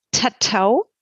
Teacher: T wird vorne hinter den Zähnen gebildet. Man spricht also von einer Vorverlagerung.